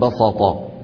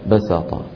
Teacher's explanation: يفخمون السين حتى تصير صادا تأثرا بالطاء بعدها · Shown in: first take